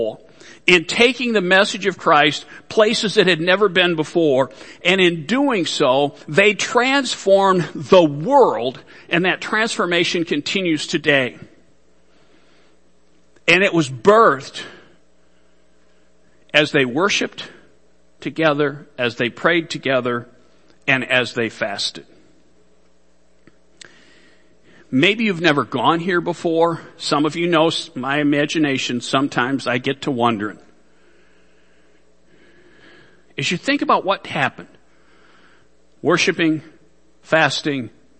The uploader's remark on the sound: Worship Service